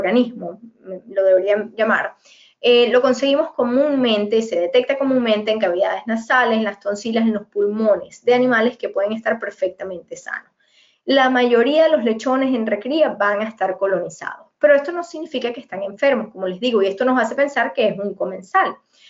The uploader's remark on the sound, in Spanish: En este episodio hemos rescatado el audio del aula virtual.